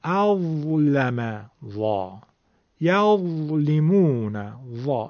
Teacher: این حرف از نوک زبان مثل حرف ذال، از تماس نوک زبان و سر دندونهای جلوی آروارهای بالا تلفظ میشه